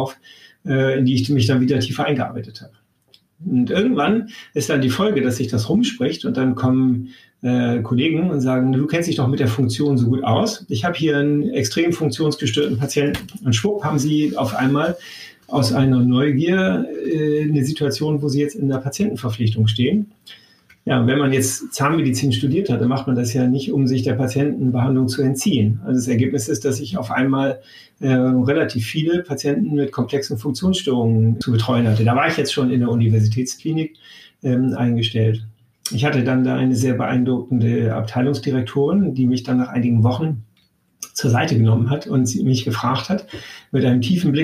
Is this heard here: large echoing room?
no